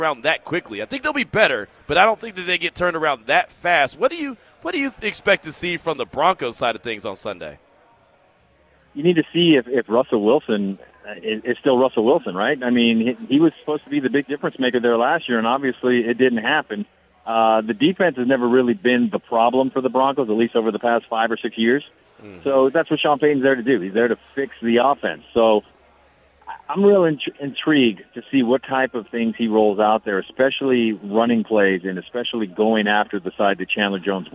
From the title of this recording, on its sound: LIVE AT BUFFALO WILD WINGS